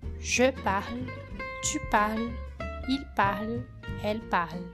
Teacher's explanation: Tudo com o é mudo no final, pronunciando somente o L, sem fazer o som da vogal no final. Je parle, tu parles, il parle, elle parle.